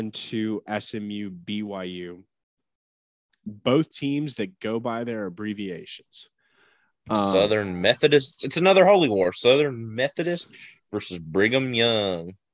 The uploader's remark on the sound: talk smack from a Zoom call